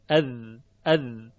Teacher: تلفظ میشن مخرجشون یکیه تنها تفاوتی که دارن در اینه که حرف ذال صفت جهر دارد مجهور است یعنی موقع تلفظش تارهای صوتی در حنجره مرتعش میشوند اذ مضافاً بر اینکه خود زبان هم یه ارتعاشی داره و